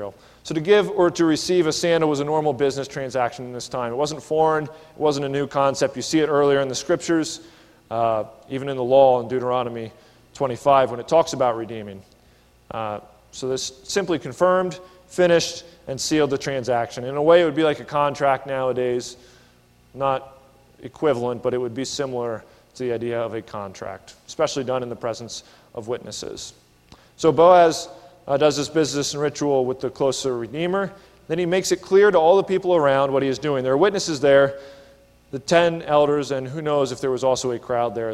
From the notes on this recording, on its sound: This is a sermon recorded at the Lebanon Bib;e Fellowship Church in Lebanon, PA during the evening service on 8/18/19.